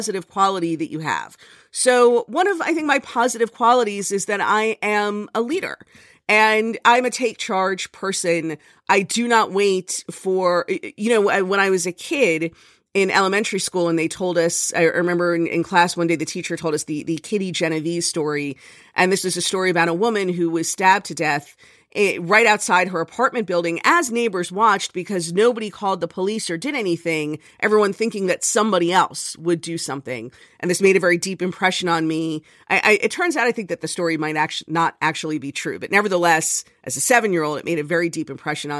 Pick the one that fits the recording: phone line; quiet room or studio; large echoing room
quiet room or studio